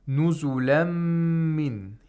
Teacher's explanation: Here we have idgham of nun sakina ma'al ghunna into meme.